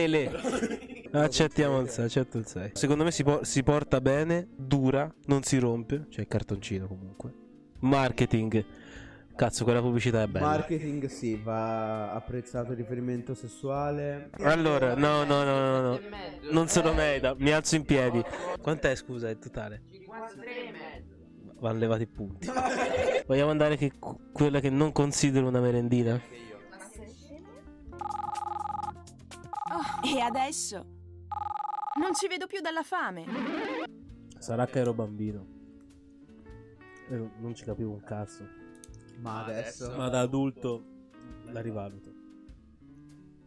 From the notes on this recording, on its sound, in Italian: Scusate per l'audio inascoltabile, errore molto poco professionale.